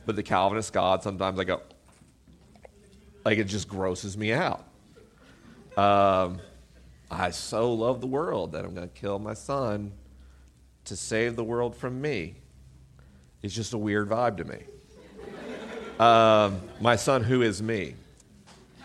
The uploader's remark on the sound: LIVE in Portland, OR. This week is a live episode.